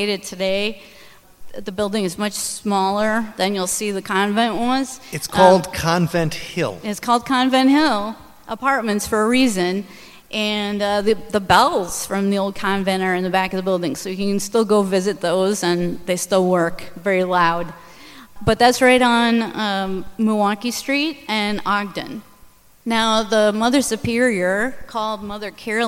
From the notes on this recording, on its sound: Live from the Milwaukee Paranormal Conference. Recorded live at the Irish Cultural and Heritage Center in downtown Milwaukee.